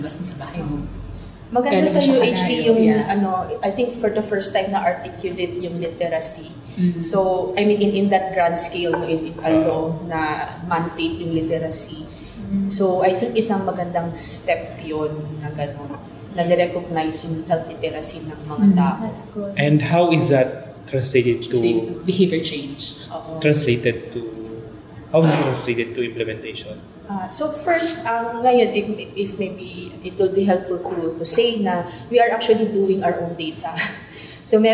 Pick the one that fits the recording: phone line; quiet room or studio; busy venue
busy venue